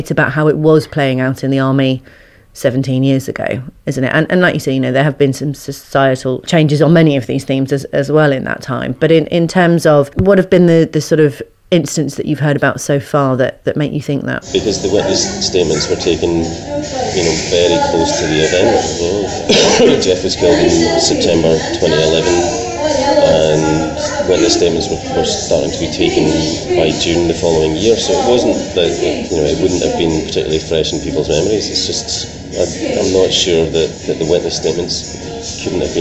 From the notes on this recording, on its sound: in a cafe near court this week, hence the background noise